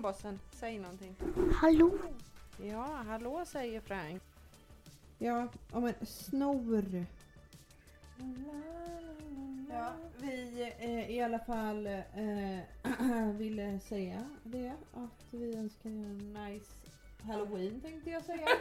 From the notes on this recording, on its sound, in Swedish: Ljudet är lite sådär inspelat hemma i köket med barn och mobiler och dylika ljud.